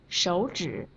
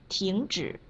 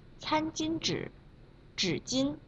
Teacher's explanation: 今天我们来练习“之”这个卷舌音，以“指”三声为例